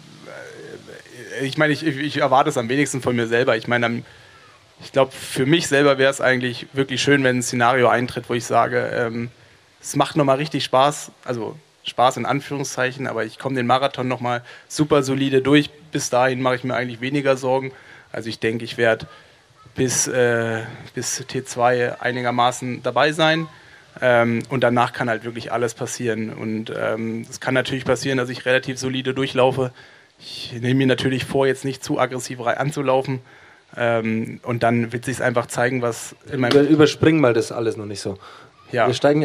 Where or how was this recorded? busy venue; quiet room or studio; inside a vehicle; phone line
busy venue